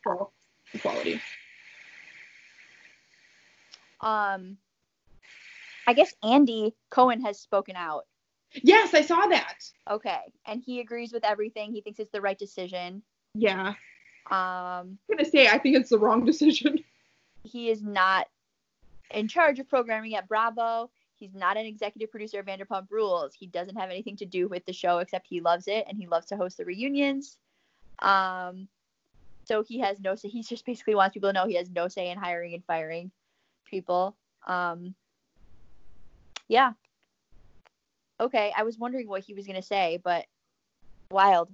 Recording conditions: drop-outs